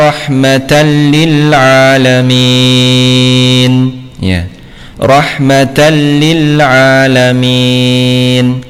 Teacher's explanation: Dibaca dengan tanpa gunnah, ya, atau dengan tanpa dengung · Term: idgham bila gunnah